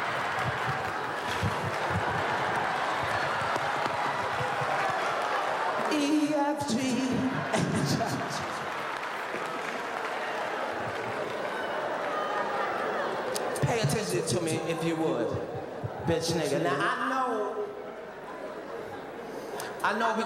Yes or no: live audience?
yes